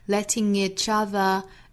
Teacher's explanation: letting each 有一个后鼻音和元音的连读